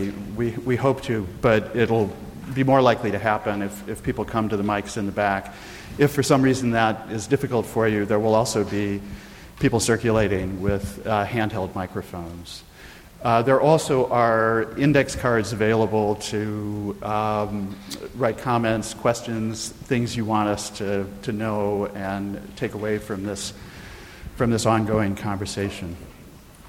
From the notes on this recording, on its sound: This panel discussion was recorded at the Youth/Police Conference at the University of Chicago Law School in April 2015.